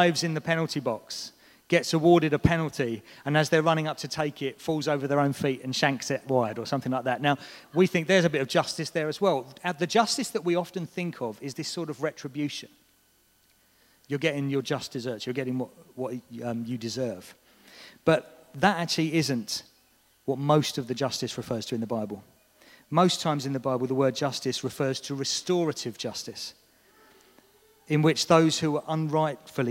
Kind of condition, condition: setting, large echoing room